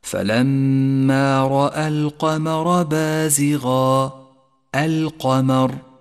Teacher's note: وانتبه إلى تفخيم القاف وترقيق الميم، ولا تخلط بين الصفات، فخم القاف ورقق الميم، أي هكذا: